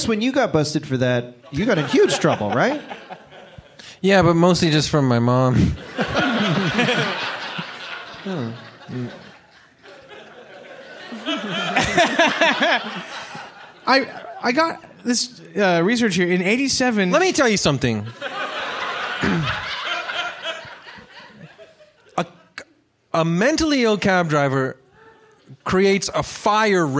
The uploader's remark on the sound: This week’s episode is a very special recording of Evil Men LIVE! From Toronto’s Paradise Theatre. Delighted the crowd.